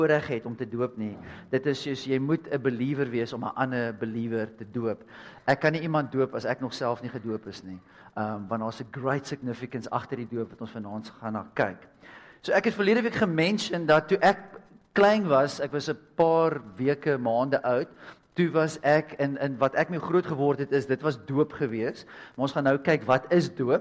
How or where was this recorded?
large echoing room